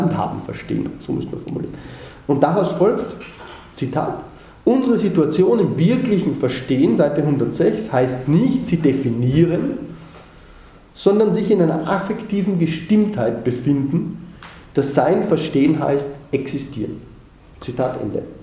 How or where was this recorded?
large echoing room